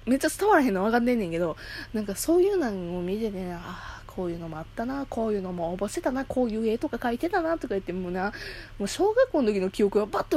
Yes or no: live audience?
no